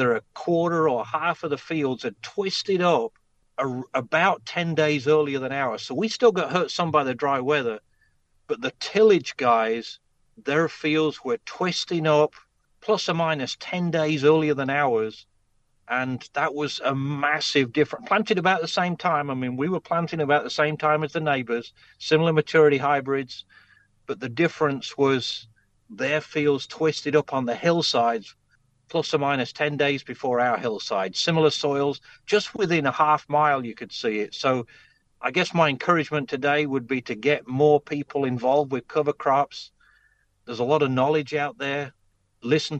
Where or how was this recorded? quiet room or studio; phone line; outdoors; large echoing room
phone line